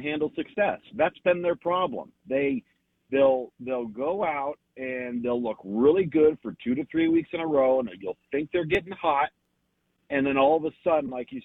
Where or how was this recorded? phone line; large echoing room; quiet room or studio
phone line